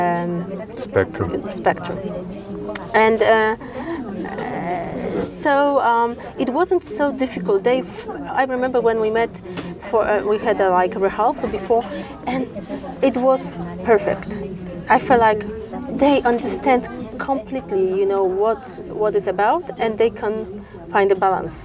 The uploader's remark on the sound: We recorded this in a hotel lobby, so the audio may not be as clean as I would like it to be